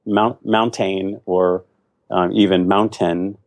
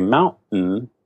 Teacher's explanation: with a glottal stop and a syllabic N · Shown in: second take